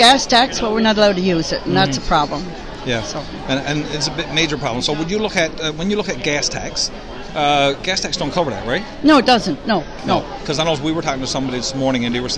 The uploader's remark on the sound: brought to you from the 2022 MNL Conference in the Town of Gander, NL